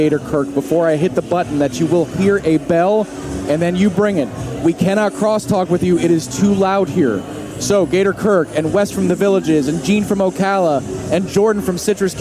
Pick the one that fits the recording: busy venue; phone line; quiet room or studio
busy venue